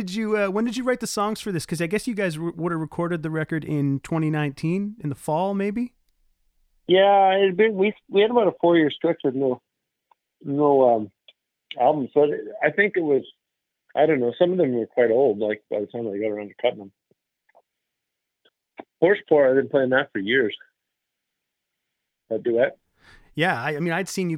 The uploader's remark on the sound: We caught up on the phone